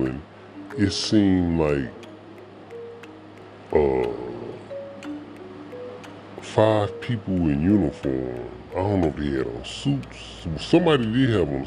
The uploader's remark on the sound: Talking on The Phone In The Magic Kingdom Disney World